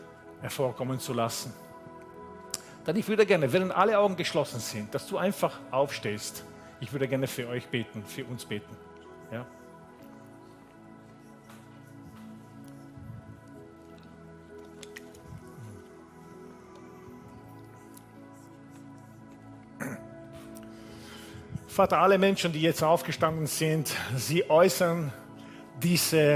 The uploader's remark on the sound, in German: Gottesdienst live aus der LIFE Church Wien